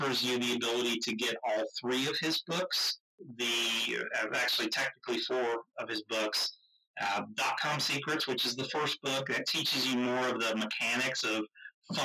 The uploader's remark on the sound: We apologize for the audio quality of this episode